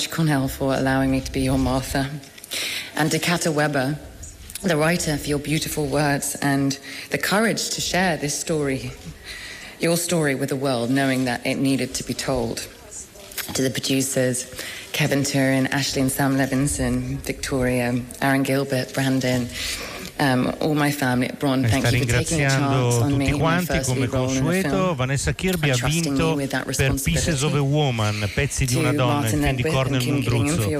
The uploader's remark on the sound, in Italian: HOLLYWOOD PARTY Venezia 77: la cerimonia di chiusura. In diretta dal Lido la consegna dei premi della Mostra del Cinema.